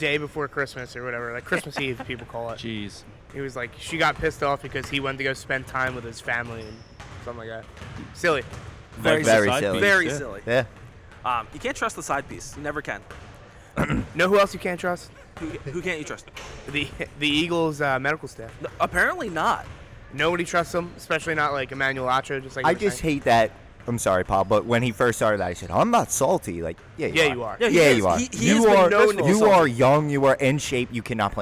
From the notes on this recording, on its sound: Live at Cherokee High School. The gang records live from The Jimmy V Foundation Tournament at Cherokee High School.